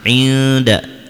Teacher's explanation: Kemudian inda di sini ada hukum ikhfa karena nun mati yang bertemu dengan huruf ikhfa dan huruf ikhfanya di sini adalah dal, maka nunnya dibaca samar